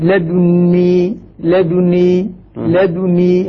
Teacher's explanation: هنا يسكن يعني إسكان الدال مع إشمامها · Term: الإشمام